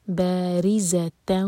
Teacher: بارزتن و ادغام غنہ کے ساتھ، تو میک شیور کہ ناک میں آواز جائے اور دو سیکنڈز کا ٹائم دیں